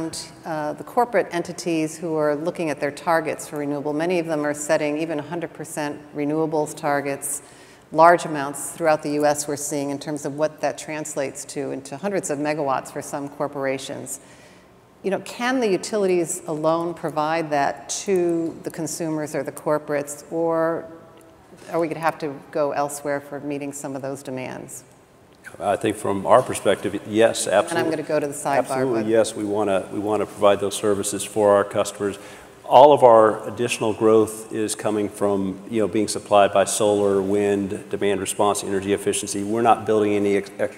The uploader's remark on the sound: The best of live interviews from GreenBiz events.